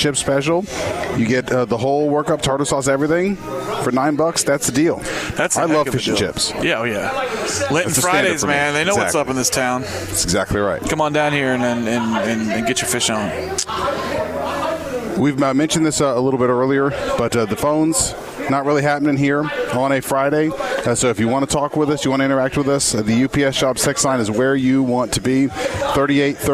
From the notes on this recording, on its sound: Broadcasting live from Khalil's! 10966 Dixie Hwy, Louisville, KY 40272.